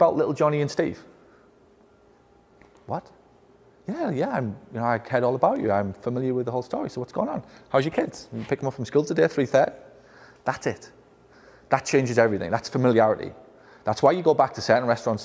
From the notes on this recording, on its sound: a recording of a keynote I did for the incredible staff of “Fzyical Therapy Balance Centres” of Las Vegas